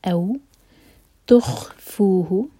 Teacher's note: فو مد طبعی دو حرکہ لمبا اور ہو ایک حرکہ